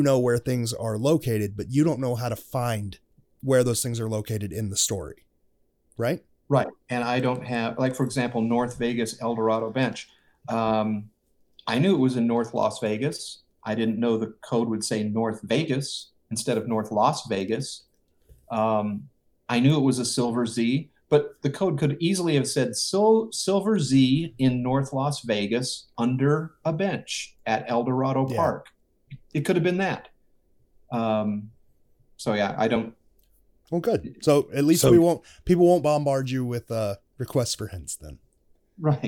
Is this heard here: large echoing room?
no